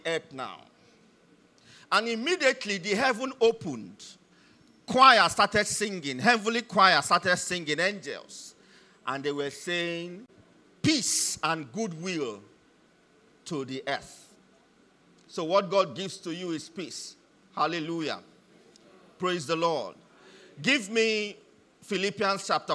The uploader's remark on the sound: Message delivered during the 2023 Christmas Carol service